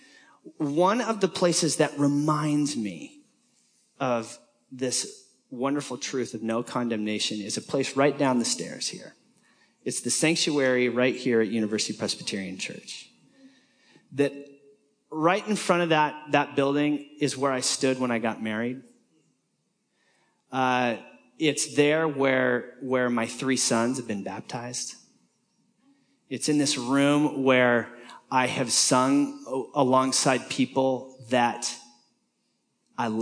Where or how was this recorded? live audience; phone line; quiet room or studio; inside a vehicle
live audience